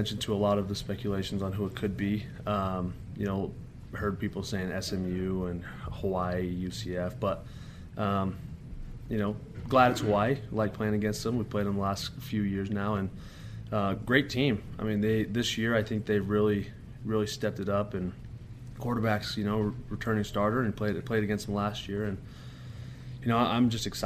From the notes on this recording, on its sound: talked to the media Monday during BYU's press conference